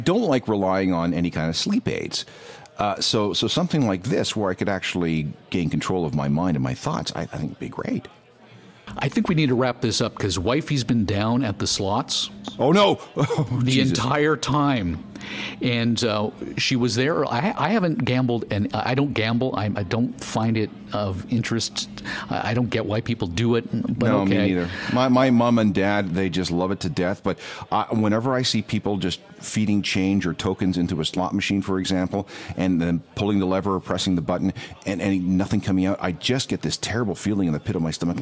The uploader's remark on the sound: Live from the floor of the Las Vegas Convention Center at the 2018 Consumer Electronics Show in Las Vegas!